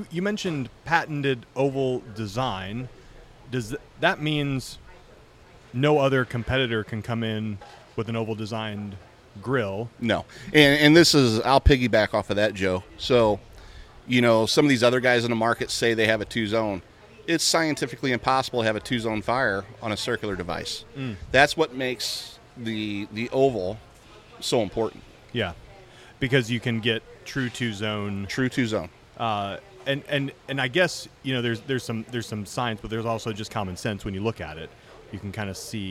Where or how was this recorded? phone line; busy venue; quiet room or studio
busy venue